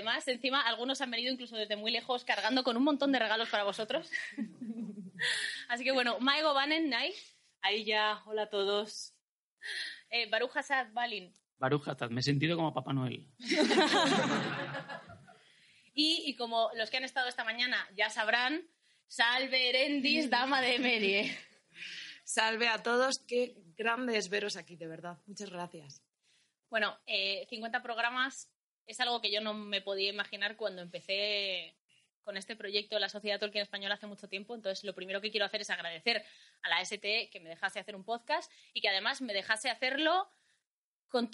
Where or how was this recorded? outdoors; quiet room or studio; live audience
live audience